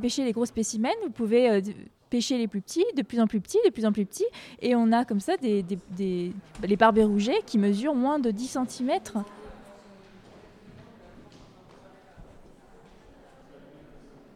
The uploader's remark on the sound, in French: Vous entendrez un reportage enregistré à l'Assemblée Nationale hier matin.